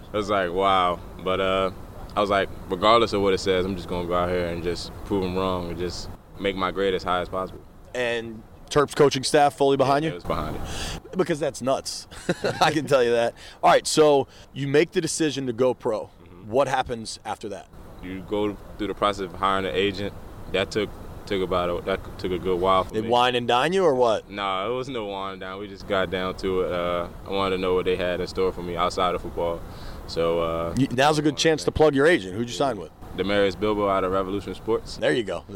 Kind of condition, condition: setting, busy venue